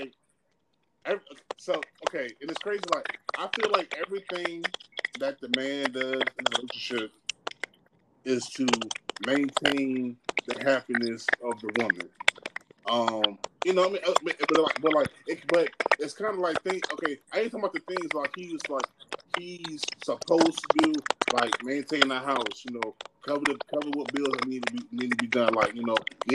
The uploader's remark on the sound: Sorry About The Background Noise